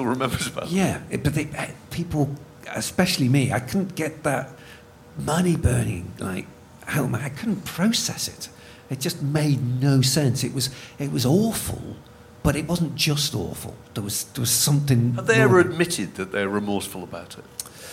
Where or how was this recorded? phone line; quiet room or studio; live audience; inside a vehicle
live audience